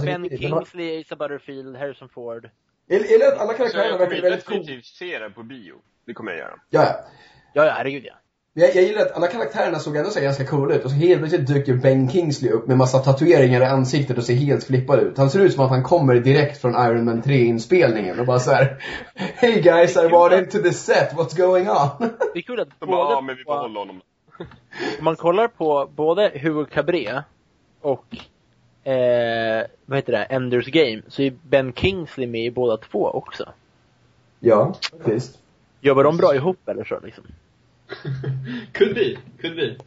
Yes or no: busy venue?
no